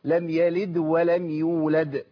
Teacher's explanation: وأنا بوصل يبقى الدال هنا مقلقلة · Term: القلقلة